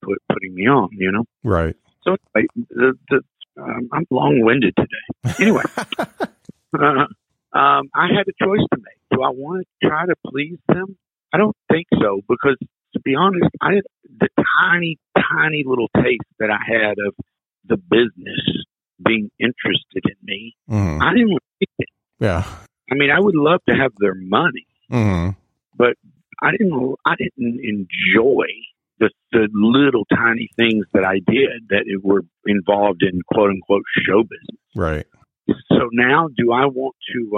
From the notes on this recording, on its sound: It's hard to connect over the phone but I think we did it.